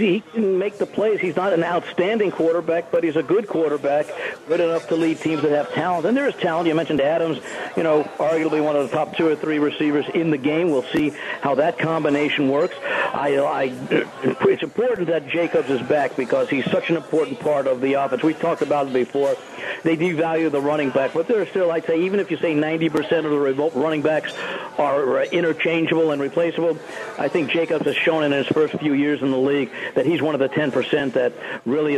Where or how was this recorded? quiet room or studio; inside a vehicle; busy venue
busy venue